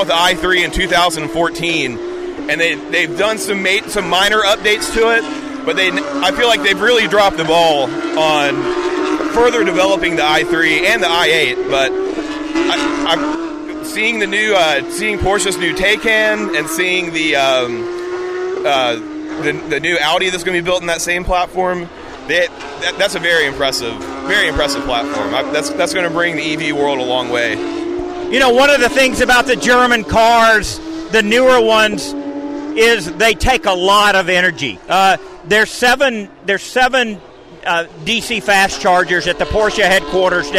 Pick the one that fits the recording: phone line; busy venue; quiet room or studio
busy venue